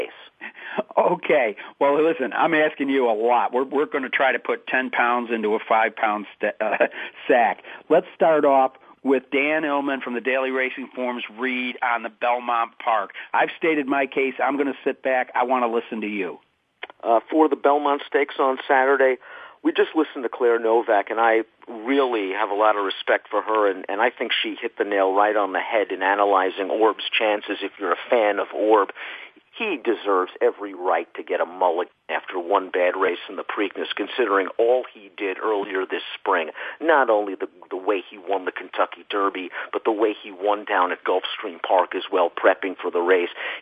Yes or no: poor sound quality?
no